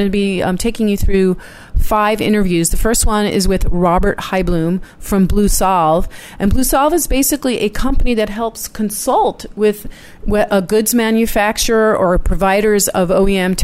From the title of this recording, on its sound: The Tech Cat Live From CTA'S Innovate! and Celebrate 2016.